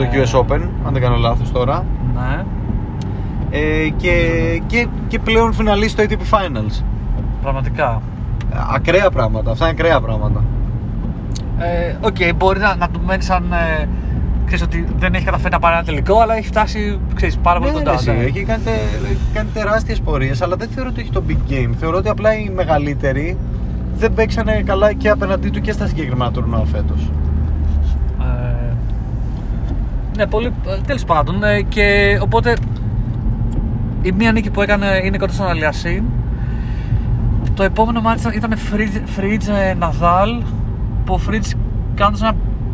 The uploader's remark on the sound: Car edition